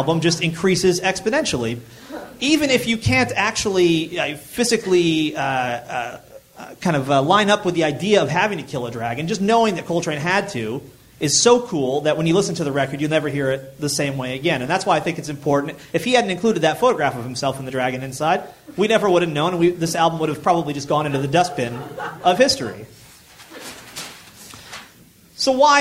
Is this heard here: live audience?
yes